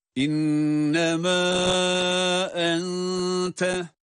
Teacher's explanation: Devam edildiği takdirde hemzenin varlığı sebebiyle birden çok elif miktarı uzatılabilir. · Term: meddi munfasıl